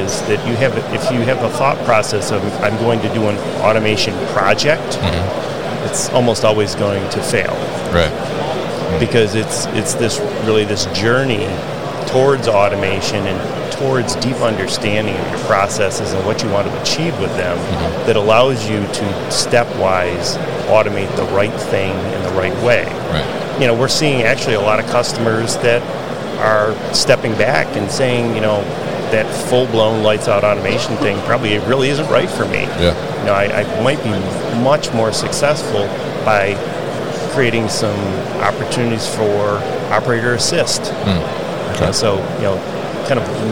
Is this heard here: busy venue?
yes